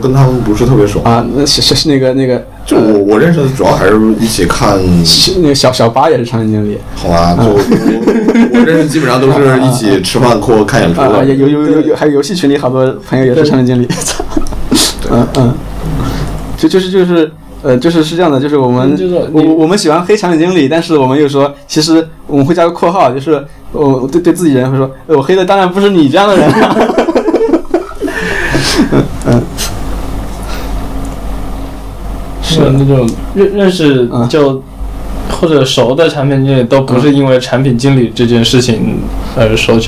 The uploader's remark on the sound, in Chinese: 友情提示：本期背景噪音比较大，请大家酌情收听